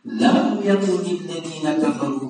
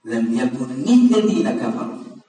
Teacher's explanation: هذه الكسرة كسرة تخلصية من قطع الساكنين وليست كسرة إعرابية